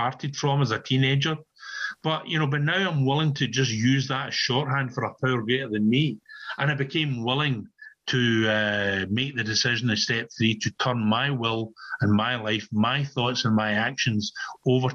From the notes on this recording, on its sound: on zoom at the Magical Mystery Tour meeting in July of 2022